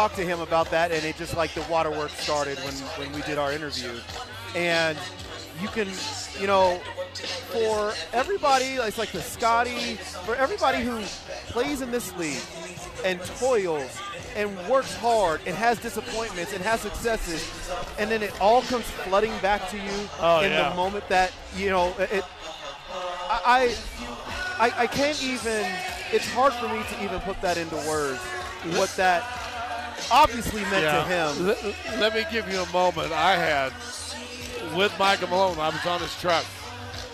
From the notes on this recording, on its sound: live from Civic Center park covering the rally and the post-parade pandemonium